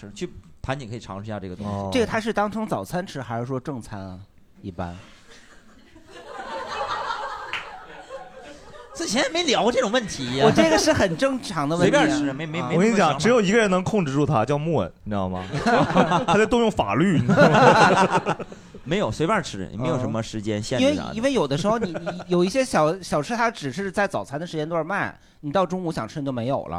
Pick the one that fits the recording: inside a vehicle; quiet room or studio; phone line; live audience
live audience